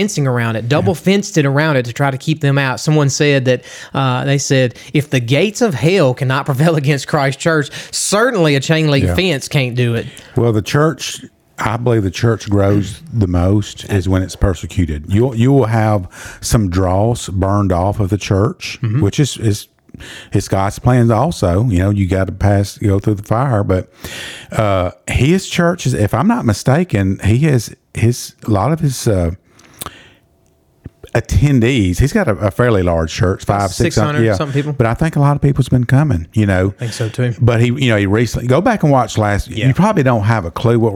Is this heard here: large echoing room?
no